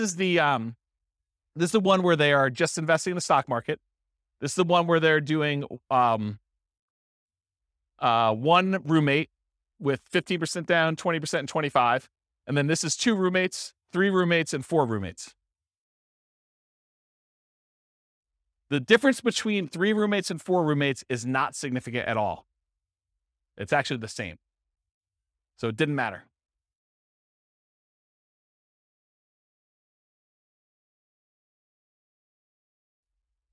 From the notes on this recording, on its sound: This was a live class recorded